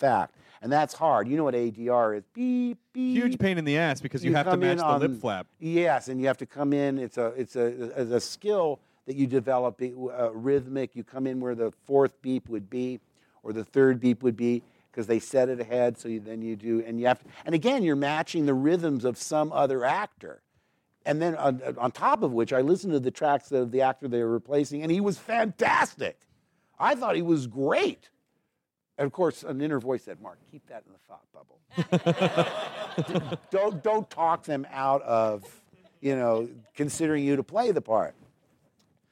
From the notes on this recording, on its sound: recorded this in front of a live audience